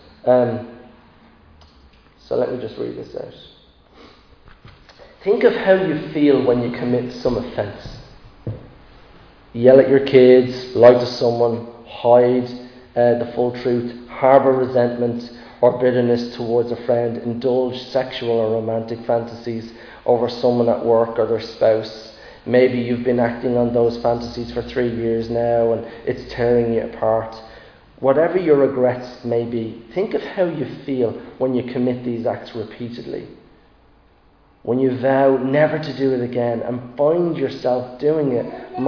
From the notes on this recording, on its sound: Recorded live in Liberty Church on 13 March 2022